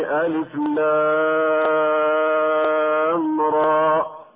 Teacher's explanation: مددنا اللام من ألف لام راء بمقدار 6 حركات، والحركة بقدر قبض الأصبع أو بسطه بحال وسط بين الإسراء والتأني. · Term: مدا لازما حرفيا مخففا